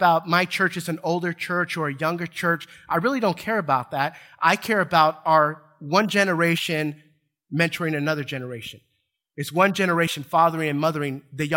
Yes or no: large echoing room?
yes